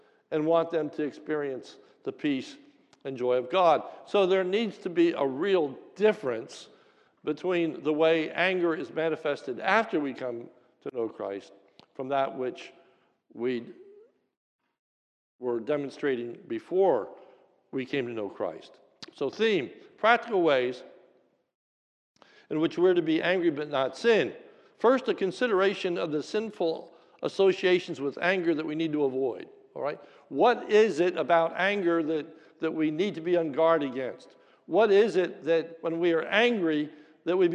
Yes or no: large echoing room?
yes